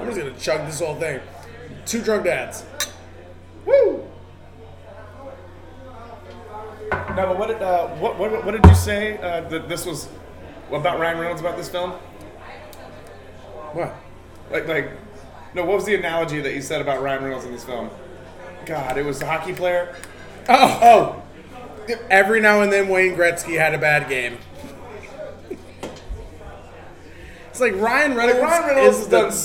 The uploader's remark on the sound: LIVE and direct from Shamrocks!